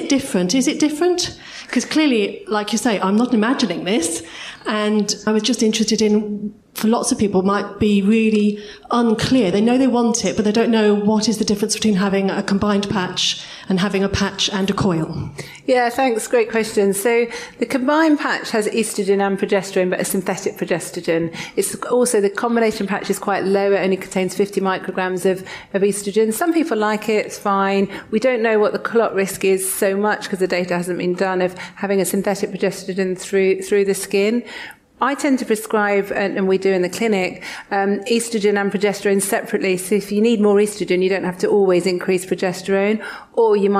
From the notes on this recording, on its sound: interviews on stage at Postcards from Midlife Live